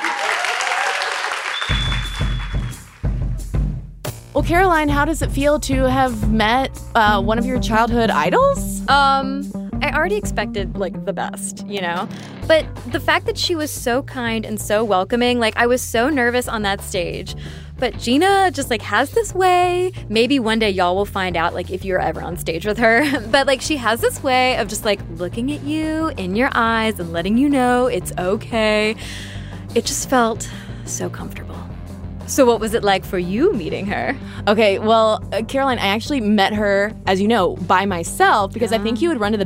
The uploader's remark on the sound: Live from the Bentonville Film Festival.